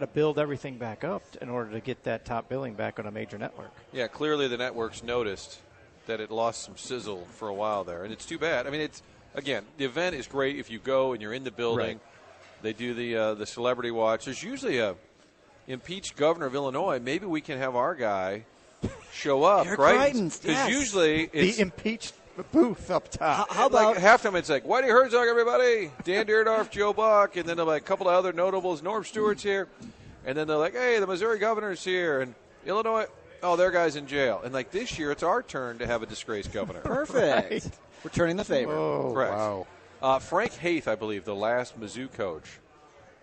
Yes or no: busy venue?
yes